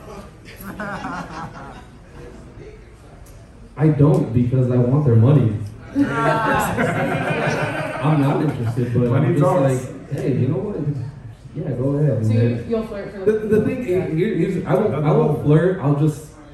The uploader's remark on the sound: The first half of the live show. We'll Do it Live.